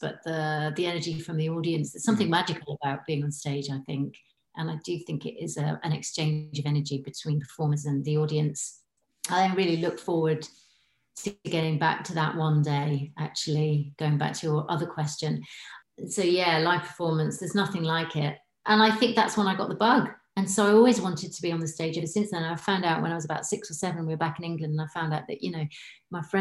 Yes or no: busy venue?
no